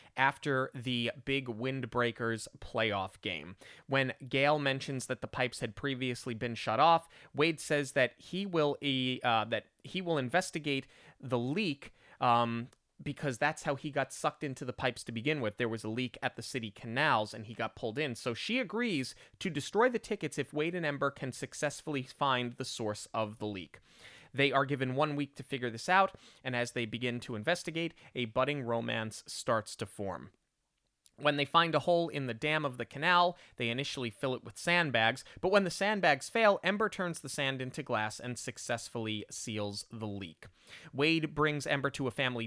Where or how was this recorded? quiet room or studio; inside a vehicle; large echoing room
quiet room or studio